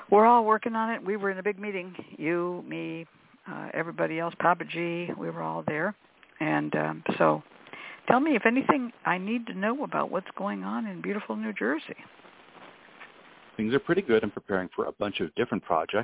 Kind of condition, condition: link, phone line